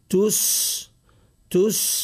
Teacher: إذا تدبرنا التدبر على مستوى التلفظ، تسقى يجب أن نضم الشفتين ضما كاملا زمن نطقنا بحرف التاء، تو تس تسقى، وننطق بالسين ونعطيه الرخاوة والصفير